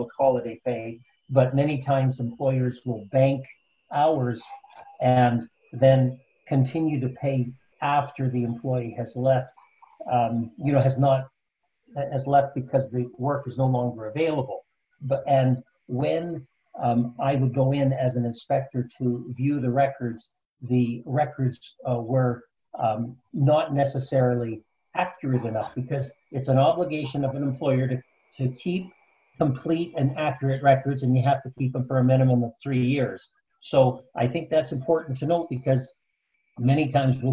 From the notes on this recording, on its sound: we share a live webinar we hosted